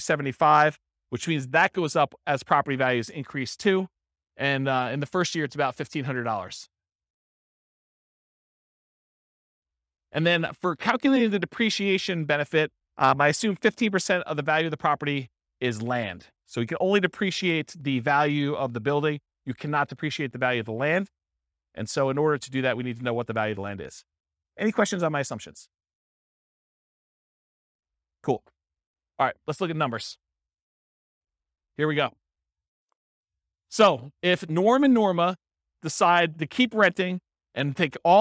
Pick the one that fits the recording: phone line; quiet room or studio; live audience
live audience